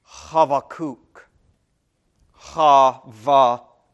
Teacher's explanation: This is Chet in Hebrew, and it makes a kind of a deep in your throat H kind of sound